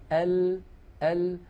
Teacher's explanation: مخرج اللام كما ذكرنا سابقا من أدنى حافة اللسان لمنتهاها